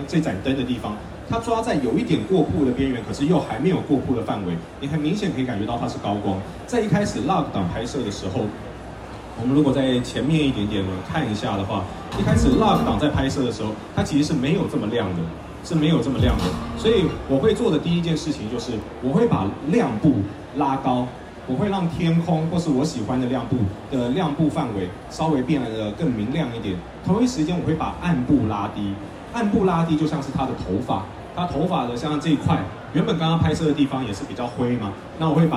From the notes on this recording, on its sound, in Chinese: 解鎖Sony攝影展講師成就！沒辦法來現場的來這裡聽吧！！現場錄音版。